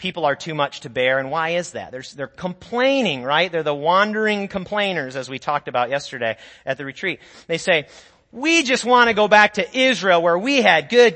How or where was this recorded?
large echoing room